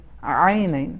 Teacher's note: ایک یہ کہ حرف عین اس کا عربی تلفظ اردو سے تھوڑا سا مختلف ہے، حرف عین میں ایک خاص غلظت ہے کہ جو اردو میں نہیں ہے، عینین. اور اس کے آخر میں حرف لین ہے، اس کو کھینچنا چاہیے لیکن آرامی کے ساتھ